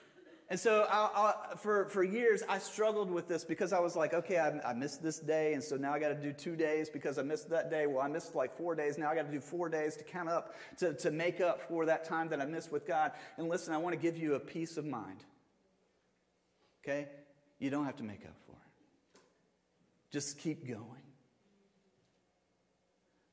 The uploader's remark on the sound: Sermon audio from Mission Church in Locust, NC.